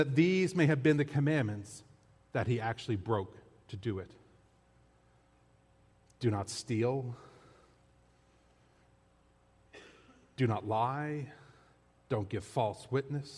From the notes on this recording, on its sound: This audio was taken from the August 20, 2023 worship service at FBC Charlottetown.